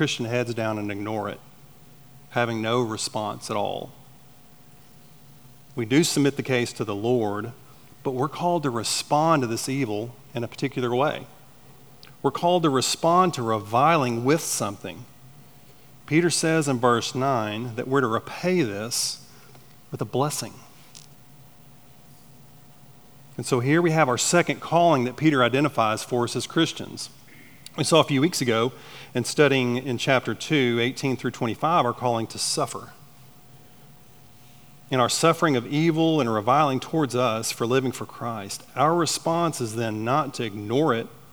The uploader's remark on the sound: At Chaffee Crossing Baptist Church in Barling, AR.